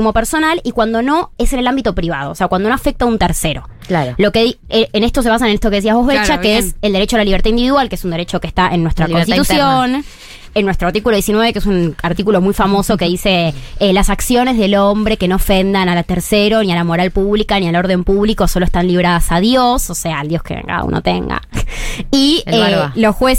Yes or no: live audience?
no